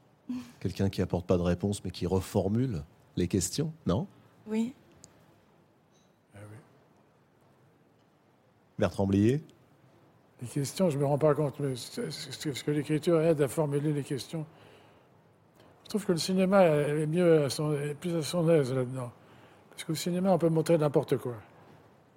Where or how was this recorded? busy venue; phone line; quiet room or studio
busy venue